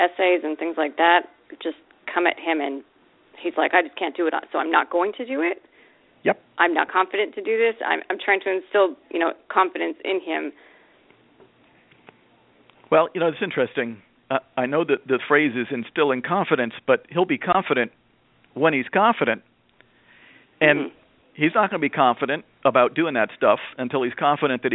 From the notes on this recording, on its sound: a mom who called into the program